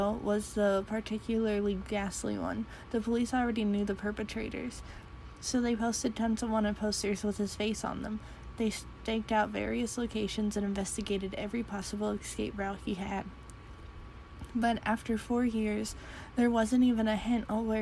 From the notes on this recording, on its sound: Reuploaded with the background sound